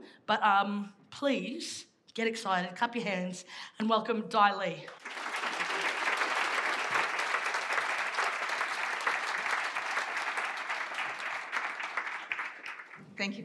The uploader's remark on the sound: This event was recorded live at the Sydney Opera House.